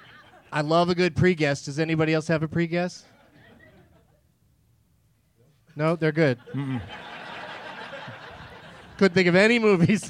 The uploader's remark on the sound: Live from Zanies Comedy Club in Rosemont